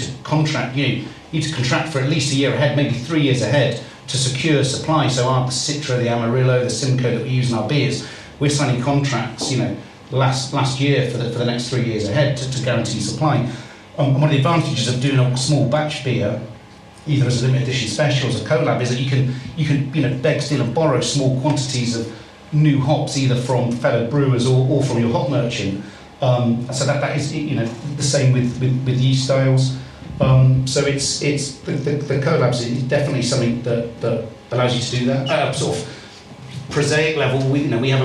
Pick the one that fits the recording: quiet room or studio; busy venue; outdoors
busy venue